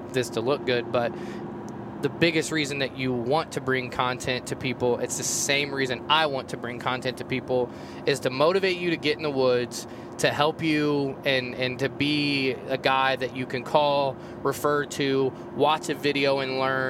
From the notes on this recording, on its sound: record a podcast while they are on the road to elk camp